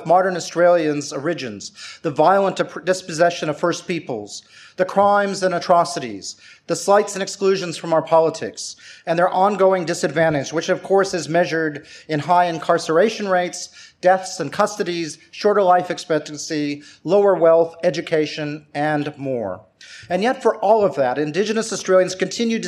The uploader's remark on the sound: Recorded live at the National Press Club. We bring you the live recording of the ‘Australia and the World’ annual lecture.